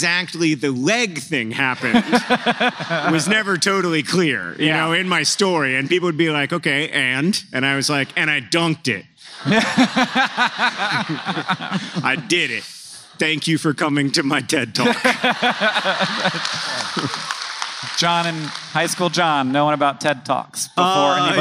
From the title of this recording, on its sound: Live in Atlanta, GA!